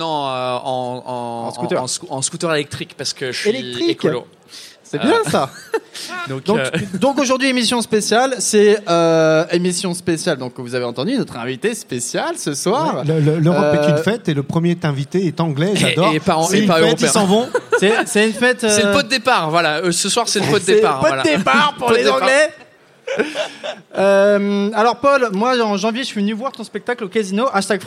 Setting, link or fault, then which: setting, busy venue